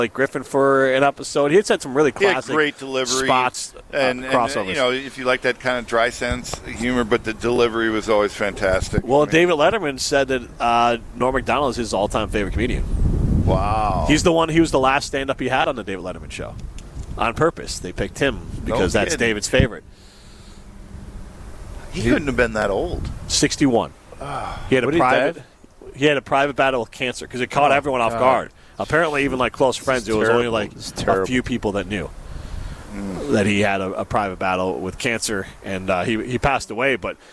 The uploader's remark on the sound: live from Metro Kia of Madison